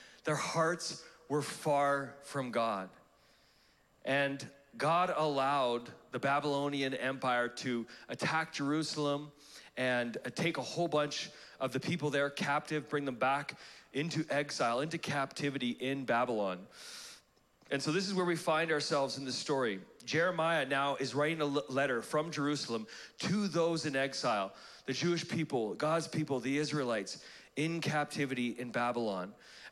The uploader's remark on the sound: Broadcasted live from The Father's House, Calgary, Alberta.